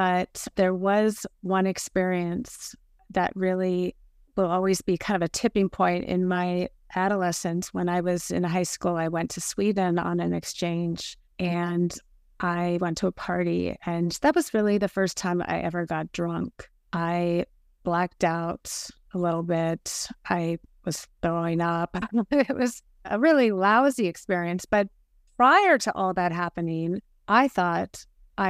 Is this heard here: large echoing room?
no